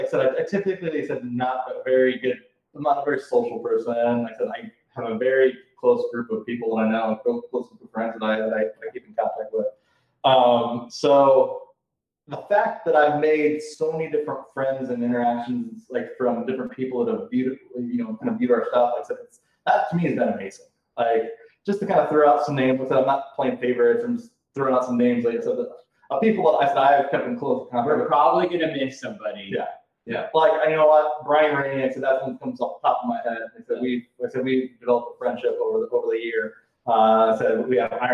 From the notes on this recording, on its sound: Record their session live in person on what sounds like a recording device from the 40's. Despite numerous technical issues.